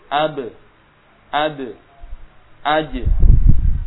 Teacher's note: Berbeda dengan Ba, Dal, dan Jim. Pantulannya ke arah E. · Term: kol-kolah